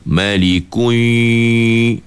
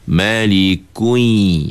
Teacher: bila masuk aja huruf ya, mulut jangan muncung lagi. · Shown in: second take